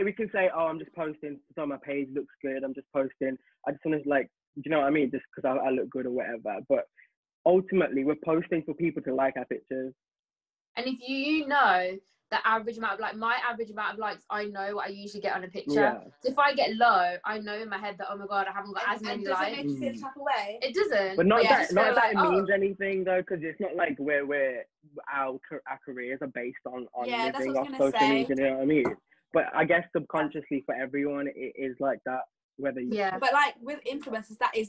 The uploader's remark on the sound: We’re back to the zoom calls